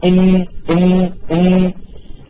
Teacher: انظر كيف النون تلامس الحنك